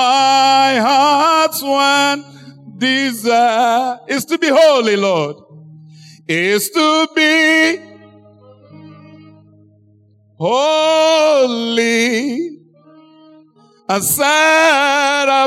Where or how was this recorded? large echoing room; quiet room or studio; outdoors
large echoing room